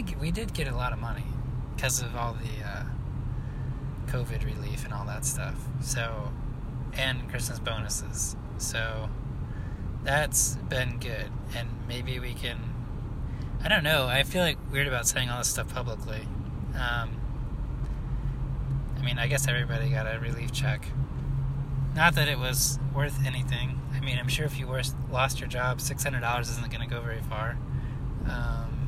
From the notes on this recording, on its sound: Talking in my car, driving around the airport, pulling out of the parking lot